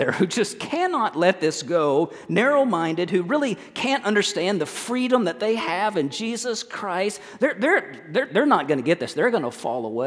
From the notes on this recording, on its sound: At First Baptist Church in Mount Washington, KY.